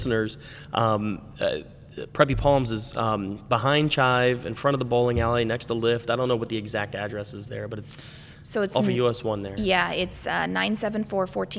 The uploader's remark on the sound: This was shot live, on location, at Vero Beach Museum of Art.